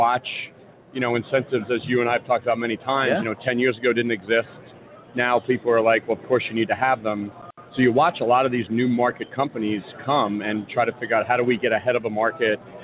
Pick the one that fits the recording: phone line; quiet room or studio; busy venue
busy venue